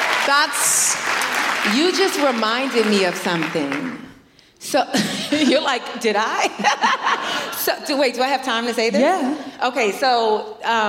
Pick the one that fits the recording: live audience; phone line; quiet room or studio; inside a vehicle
live audience